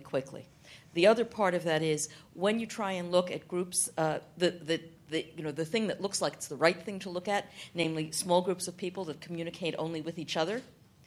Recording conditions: live audience